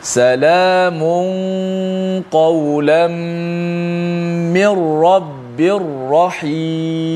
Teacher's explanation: nun mati walaupun tanwin tak boleh masuk hidung di situ sebab nun itu telah dimasuk secara total semuanya ke dalam huruf ra · Term: idgham bila gunnah